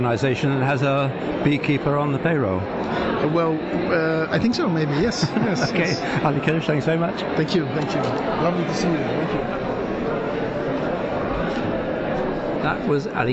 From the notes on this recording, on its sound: Live from ART ROTTERDAM 2024 talking to artists and galleries. We are live at Art Rotterdam at the iconic Van Nellefabriek.